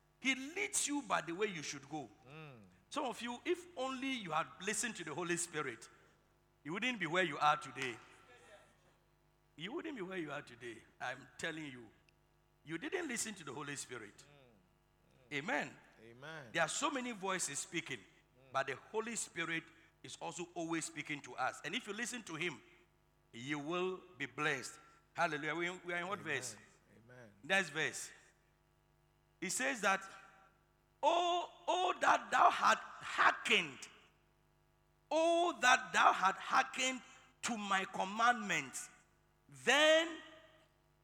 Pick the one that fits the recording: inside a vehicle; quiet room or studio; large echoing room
large echoing room